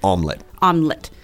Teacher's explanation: So basically, you don't say the E in the middle.